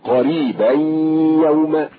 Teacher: ألا ترى أنك حين تدغم تقول قريبا يوم، فخلقت الغنة ياء غير أصلية